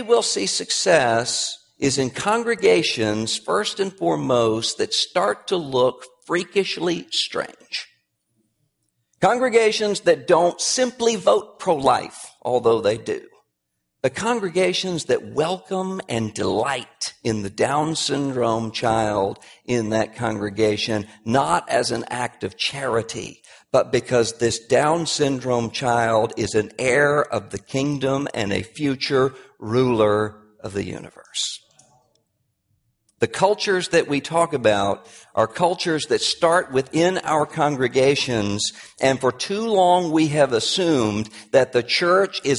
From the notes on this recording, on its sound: Address at Capitol Hill Baptist Church in Washington, D.C. About 200 key evangelical and political leaders were there.